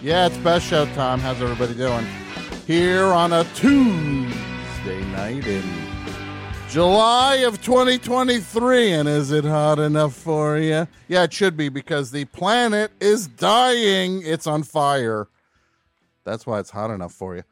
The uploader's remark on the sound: phones ring